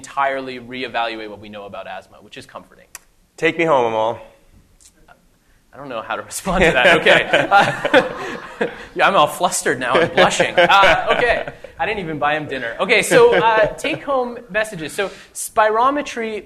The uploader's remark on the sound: This week’s episode is the second part of the live recording